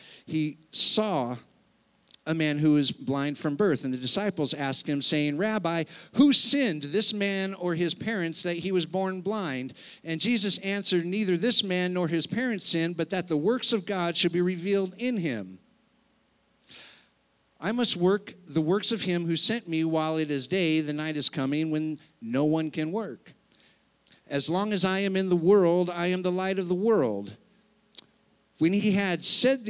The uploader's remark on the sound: Sunday service, unedited recording